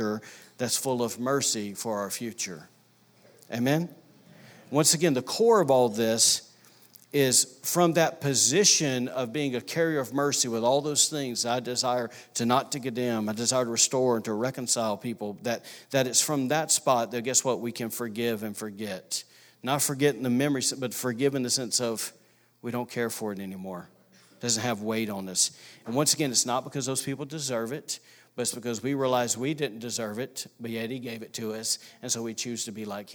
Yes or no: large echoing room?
yes